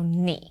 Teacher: Now notice that I paused after 你. So 你 is still the third tone because the person asking the question is a bit hesitant.